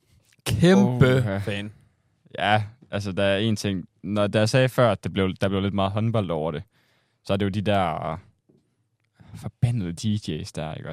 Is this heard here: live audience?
no